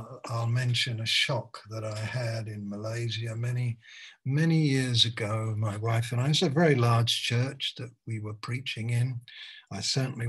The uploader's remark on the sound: Malaysia Meets (Zoom).